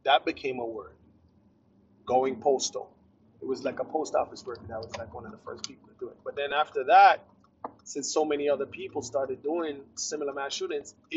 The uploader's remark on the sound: poor audio